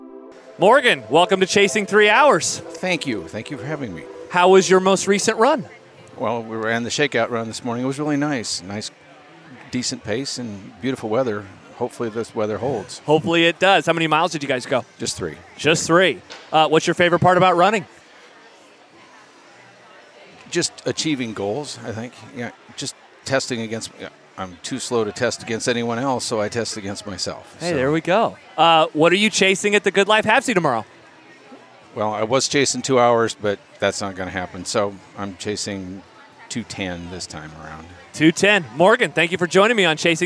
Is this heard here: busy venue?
yes